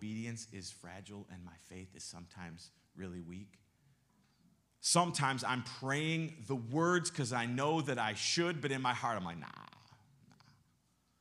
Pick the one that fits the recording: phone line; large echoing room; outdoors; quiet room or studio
large echoing room